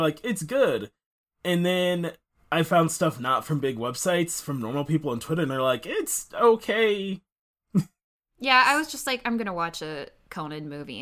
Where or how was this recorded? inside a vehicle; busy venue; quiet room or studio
quiet room or studio